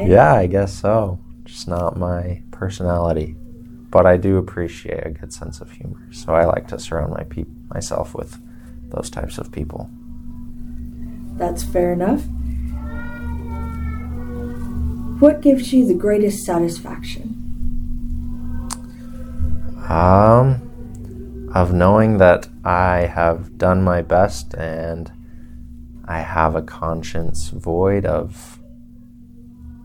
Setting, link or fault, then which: fault, sounds in the background